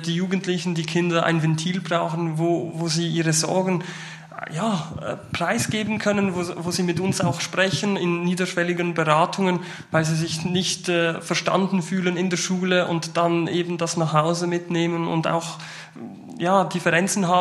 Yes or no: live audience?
yes